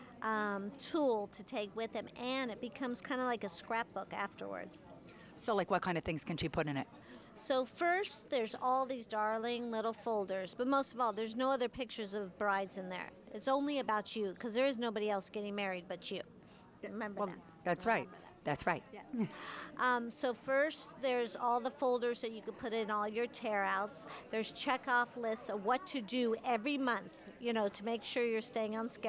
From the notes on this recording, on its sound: Live From David’s Bridal. LIVE at David’s Bridal in NYC.